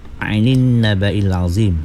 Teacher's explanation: ain tu kena mantapkan sikit. Jangan macam bunyi hamzah. · Term: bunyi ain